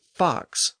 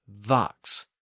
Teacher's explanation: in the far south of England, people often pronounced the initial F sound as a V · Shown in: second take